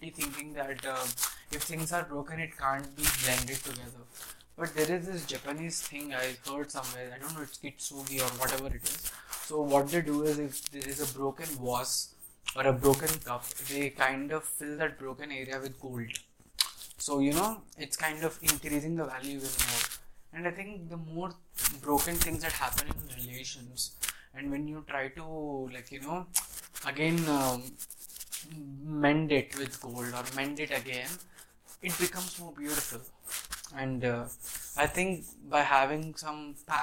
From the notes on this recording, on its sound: pardon my background noise